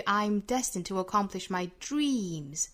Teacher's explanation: 这个 dream 也是做了一个降调啊。